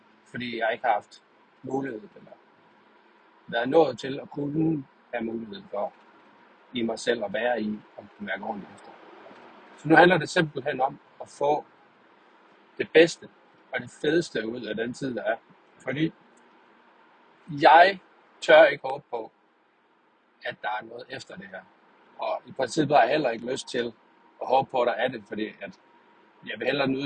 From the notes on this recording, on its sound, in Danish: Tur til ned til messe. Forhåbentligt er det den sidste optagelse med dårlige lyd. Beklager kan jo ikke klippe eller rette i det.